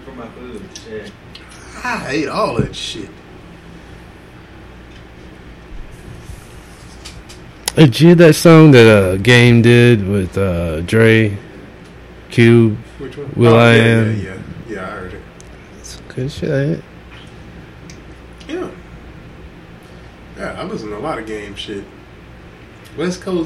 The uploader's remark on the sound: Actually the Audio maybe a little uneven on this one.